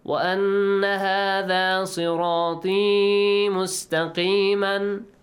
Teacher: طي doesn't have a long sound. It has two counts.